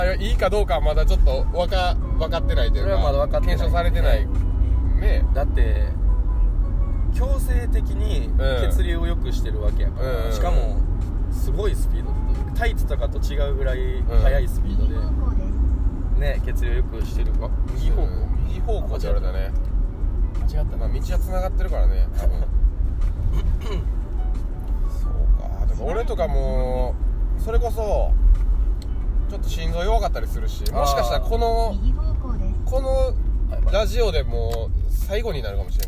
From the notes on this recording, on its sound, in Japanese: 縦走してる途中、テントの中で収録してます。